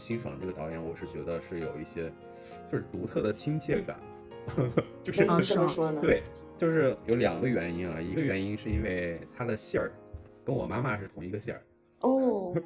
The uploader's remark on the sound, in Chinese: 由于技术失误和剪辑软件宕机的缘故，本次的播客中，人声有些许杂音略失真，暂无有效手段复原。